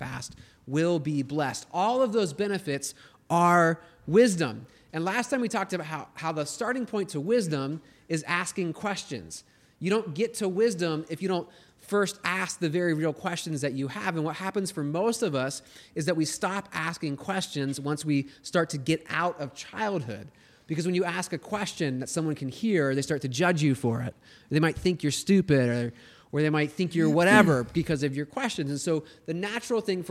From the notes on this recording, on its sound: This was a live recording from a College Night at Crossroads Uptown!